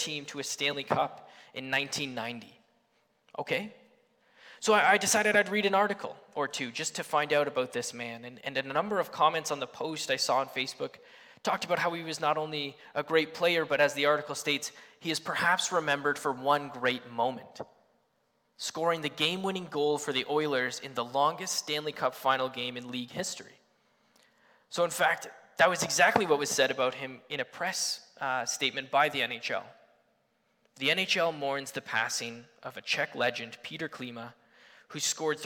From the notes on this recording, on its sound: Sunday Morning Service